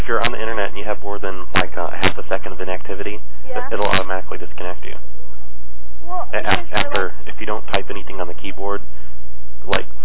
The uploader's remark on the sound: Prank Phone Calls